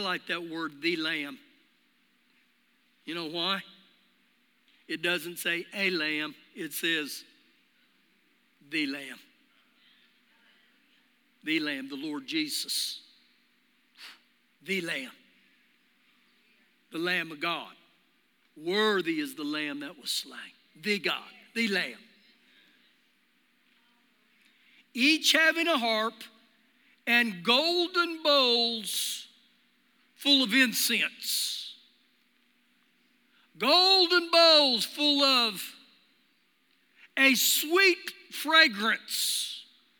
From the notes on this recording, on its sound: Recorded live during our Sunday morning service